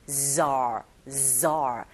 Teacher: 마치 벌이 날아갈 때 들리는 소리처럼 zar, zar 그냥 우리말의 지읒 자가 아니라 z 여기서 끌어올려주시는 발음이라고 생각하시면 돼요.